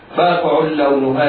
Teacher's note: العين في كلمة فاقع منونة تنوين بالضم حكمه الإضغام بغير غنة لوقوع اللام بعدها